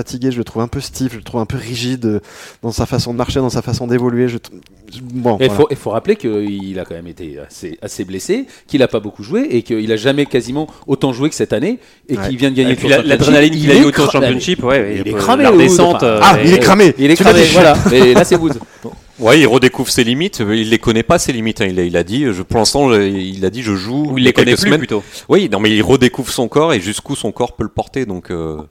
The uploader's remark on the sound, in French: Enregistré le vendredi 28 septembre 2018 au Golf National, 78180 Saint-Quentin-en-Yvelines